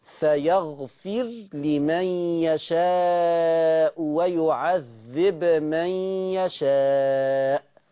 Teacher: ورش قرأ، مش أنا قلت ورش هيسكن الباء هيقول ويعذب، بس مش هيسكن الباء لوحدها وهيقرأ بسكون الراء · Term: سكن الراء وسكن الباء